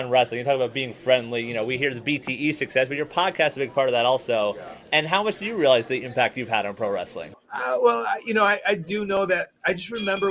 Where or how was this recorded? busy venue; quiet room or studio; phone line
busy venue